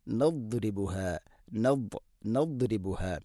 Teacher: ദാദിൻ്റെ ഉച്ചാരണം, നാവിൻ്റെ ഏതെങ്കിലും ഒരു സൈഡ് അണപ്പല്ലുകളോട് ചേർന്ന് അതിൻ്റെ അരു നീളത്തിൽ തട്ടിക്കൊണ്ട് ആയിരിക്കണം. അതോടൊപ്പം നാവിൻ്റെ മധ്യഭാഗ വണ്ണാക്കിലേക്ക് ഉയർന്നു നിൽക്കുകയും വേണം.